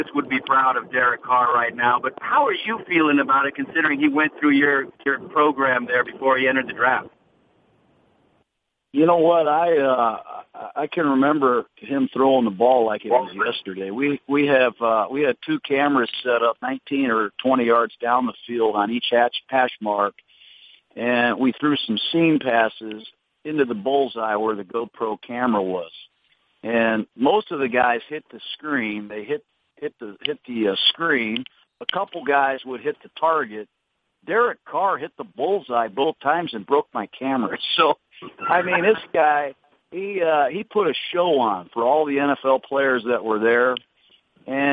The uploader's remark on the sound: Conference Call